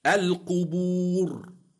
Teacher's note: القبور الراء ساكنة لأجل الوقف وقبلها واو مادية تفخم